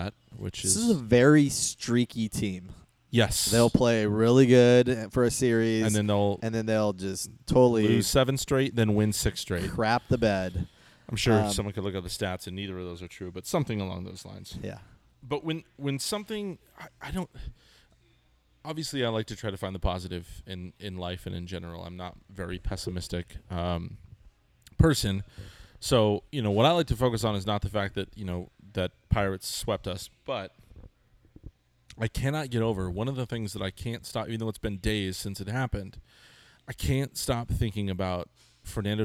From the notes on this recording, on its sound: the guys reunited at Alesmith